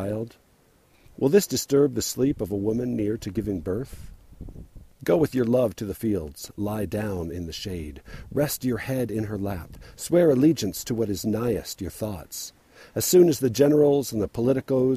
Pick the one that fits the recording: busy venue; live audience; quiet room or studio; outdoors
outdoors